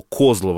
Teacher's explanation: Козлово, потому что в карельском варианте всегда ударение на первый слог падает